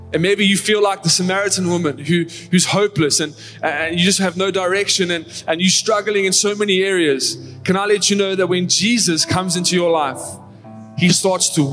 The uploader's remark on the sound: Recorded live on Sunday the 19th March 2023